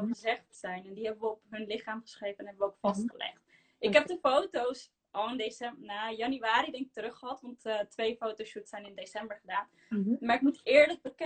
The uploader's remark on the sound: Instagram Live